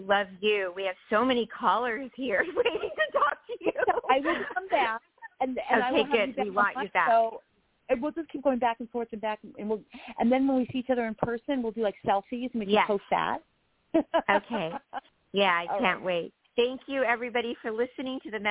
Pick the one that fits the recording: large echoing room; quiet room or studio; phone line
phone line